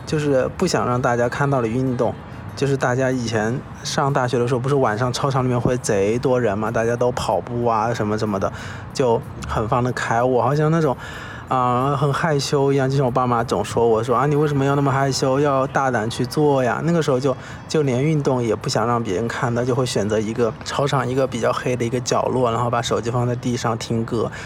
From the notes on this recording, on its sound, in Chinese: 这一期在天台录制